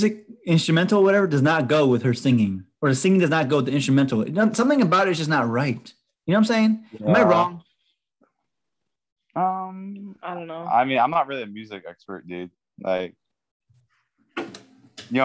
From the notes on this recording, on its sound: Sorry about it being short and poor audio we did it through zoom.